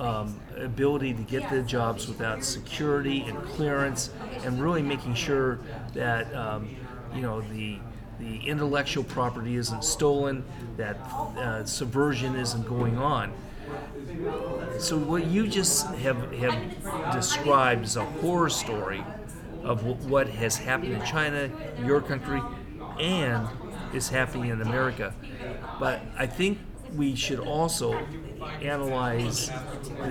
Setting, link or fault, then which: setting, busy venue